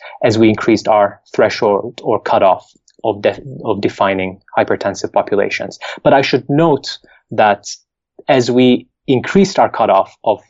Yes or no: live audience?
no